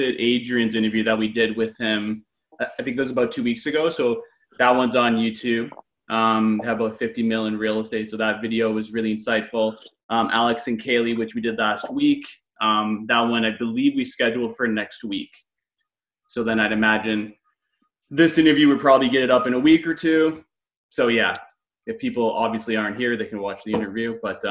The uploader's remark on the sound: via ZOOM